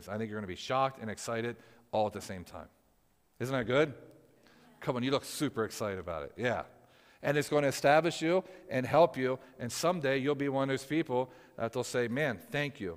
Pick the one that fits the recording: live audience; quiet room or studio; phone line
live audience